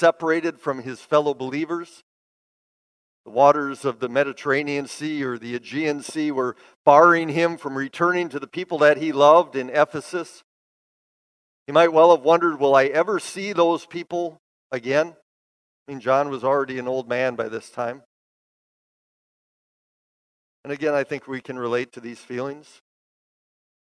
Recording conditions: large echoing room